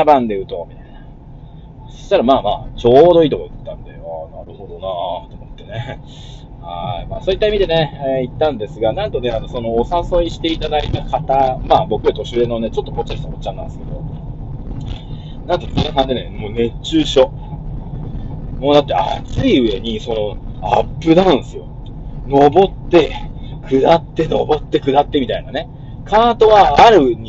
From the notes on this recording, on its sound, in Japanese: 音割れすいません